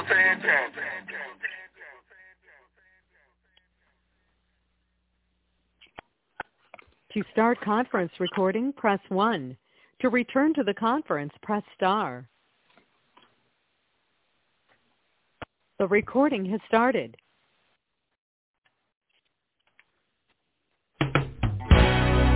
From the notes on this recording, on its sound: TNTSuperfantastic Conference Call